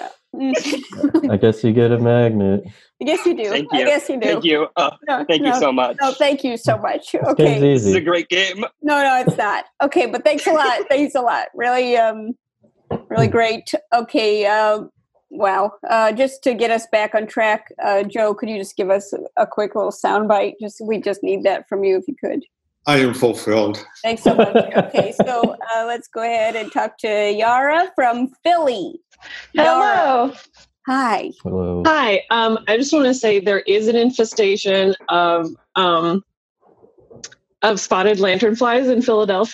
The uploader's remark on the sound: Play listener-created games with callers via Zoom!